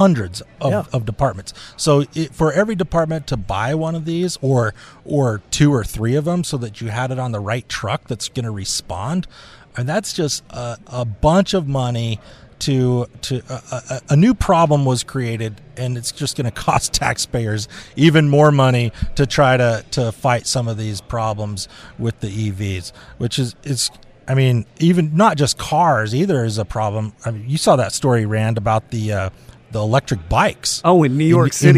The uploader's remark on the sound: Live from Winter Fire School in St George, Utah